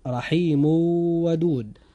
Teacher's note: هذا مثال على التنوين، فقد جاء بعد التنوين الموجود في رحيم حرف من حروف الإدغام بغنة وهو حرف الواو، فحدث هنا إدغام بغنة